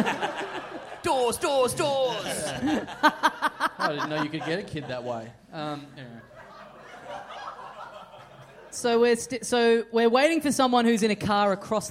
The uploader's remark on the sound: We're back in Adelaide for our yearly live show that happens to take place during a time that a lot of comedians are in town!